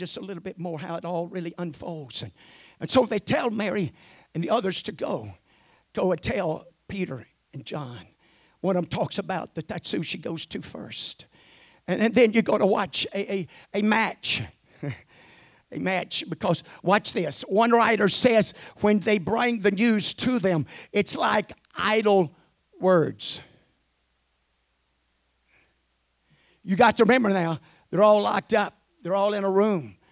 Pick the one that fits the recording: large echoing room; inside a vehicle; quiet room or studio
large echoing room